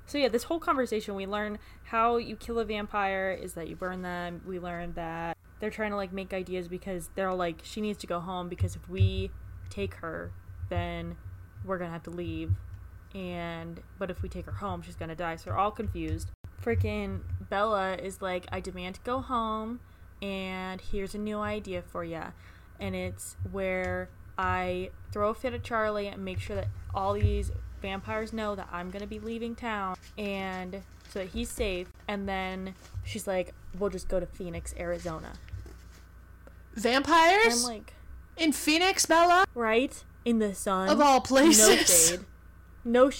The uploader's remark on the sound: We're sorry for any sound issues we both have ADHD and sometimes can't stay still.